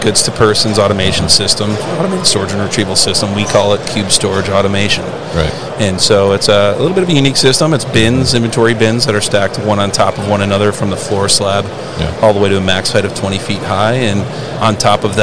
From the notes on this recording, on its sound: Autostore at MODEX 2022.